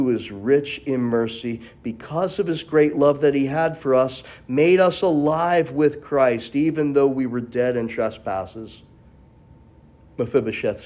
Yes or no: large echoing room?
yes